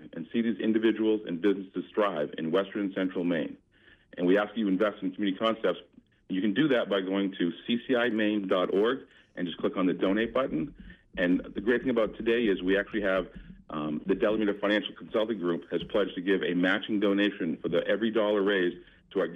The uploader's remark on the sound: This was WERU’s 3rd year celebrating Giving Tuesday with a call in show dedicated to area nonprofits. Representatives from area nonprofits called in to talk about the work they are doing in the community.